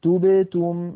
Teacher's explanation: لابد من ضم الشفتين عند التاءين وعدم ضمهما عند الباء الساكنة التي بينهما